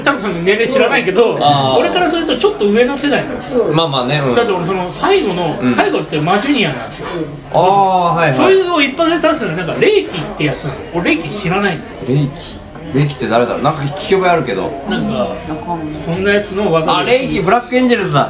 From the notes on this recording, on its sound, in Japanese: 音声が聞き辛く申し訳ございません。少しでもオフ会の雰囲気が伝われば！！